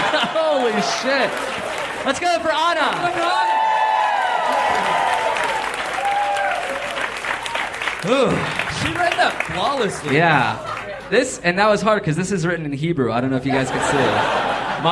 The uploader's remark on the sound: Live at the Hollywood Improv!